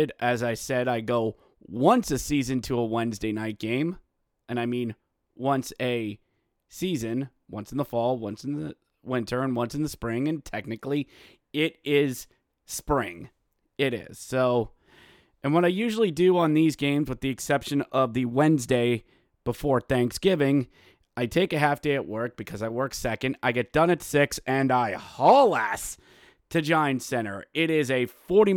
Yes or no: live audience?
no